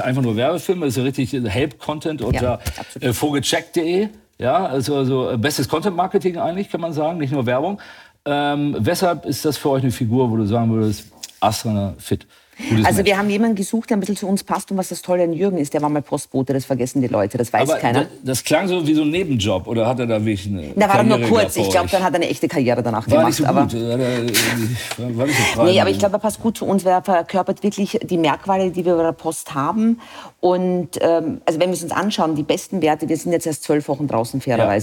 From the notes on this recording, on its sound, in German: live vom Kommunikationskongress 2021